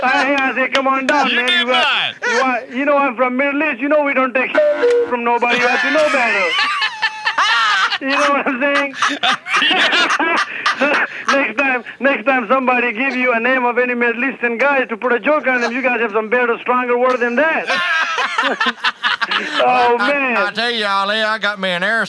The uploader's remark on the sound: Prank Phone Calls